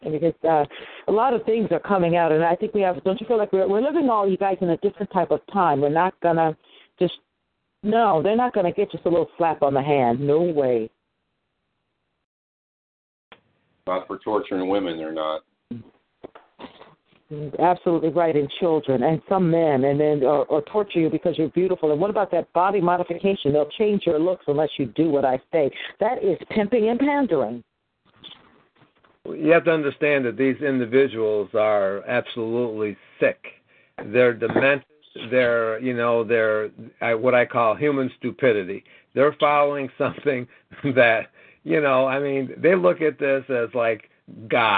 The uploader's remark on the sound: FFCHS Saturday Conference Call.